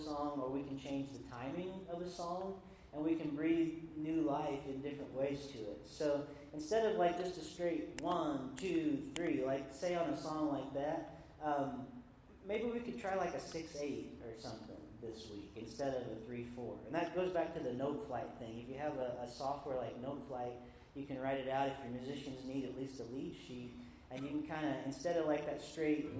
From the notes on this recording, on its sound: Recorded live at the Empower the Church conference at Lima Community Church of the Nazarene in Lima Ohio.